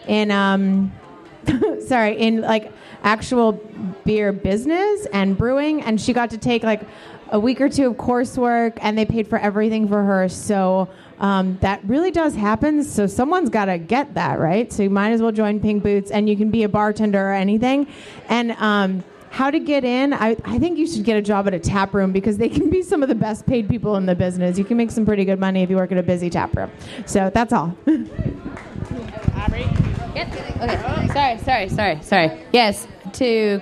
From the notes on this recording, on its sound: We're at BrainDead Brewing for the Women of Craft Beer 2017 panel as part of North Texas Beer Week. An audience Q&A with the panel.